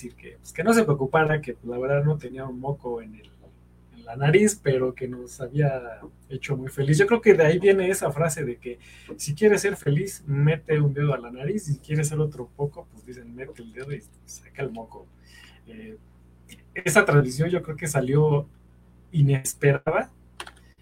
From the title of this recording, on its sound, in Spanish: La transmisión en vivo salió mal